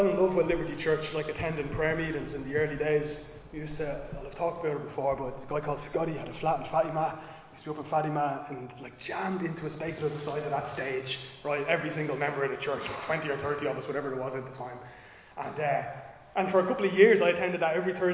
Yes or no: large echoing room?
yes